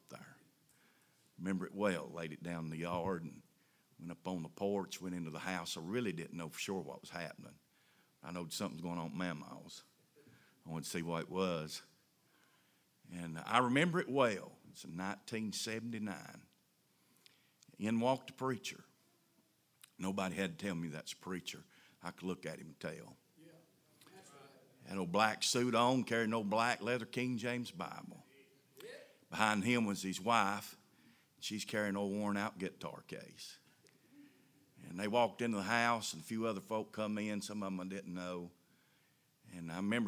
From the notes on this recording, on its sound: A sermon preached Sunday Evening, on August 6, 2023.